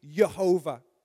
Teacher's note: if you want to go a little bit Hebrew, you never pronounce your J's. You pronounce a J as a Y. So it's actually Jehovah. · Now, this name Jehovah is fascinating because if you want to go a little bit Hebrew, you never pronounce your J's. You pronounce a J as a Y.